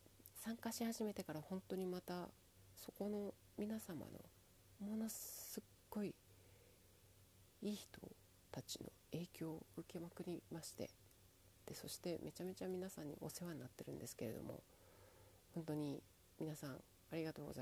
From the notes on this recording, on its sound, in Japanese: 何回取っても変わんなかったので、ままよっ！と今日の最後収録。声、もちょっと出さなきゃなぁ……反省。